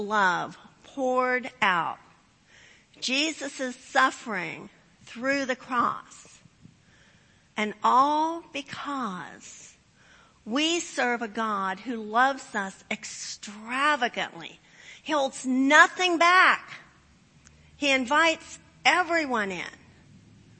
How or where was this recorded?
large echoing room